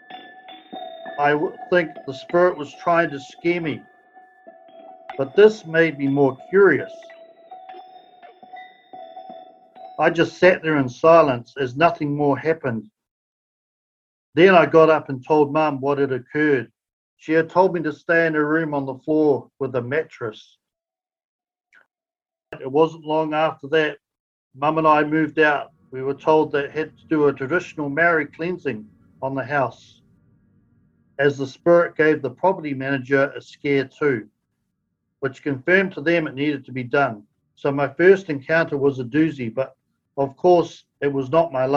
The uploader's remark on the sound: Due to the pandemic episodes are recorded via Zoom so the sound quality may not be of the highest standard.